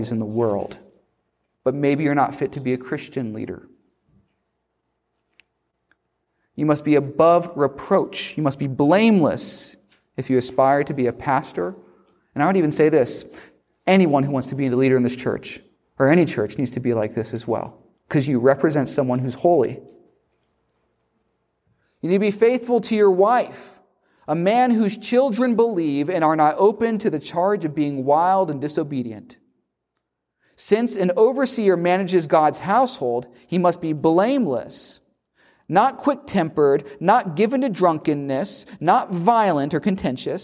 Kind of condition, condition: setting, large echoing room